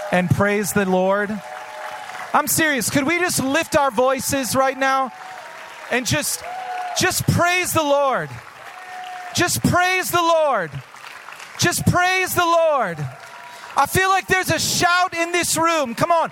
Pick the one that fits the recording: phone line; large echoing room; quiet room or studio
large echoing room